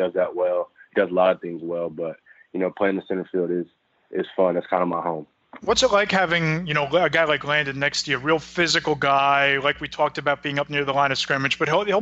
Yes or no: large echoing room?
no